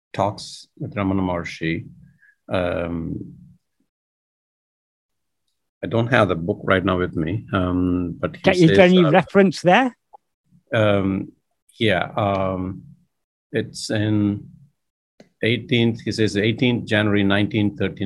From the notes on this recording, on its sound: In a Zoom meeting with Sri Ramana Center, Houston